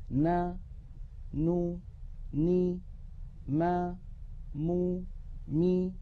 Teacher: هذه الأصوات 6 فيها غنة أنقص ما تكون وهي متساوية في الزمن